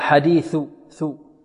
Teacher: ثاء مثلث تخرج الثاء من طرف اللسان مع طرف الثنايا العليا